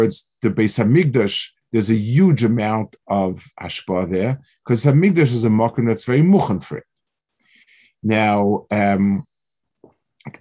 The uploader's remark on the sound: This shiur take place over Zoom on Motzei Shabbos.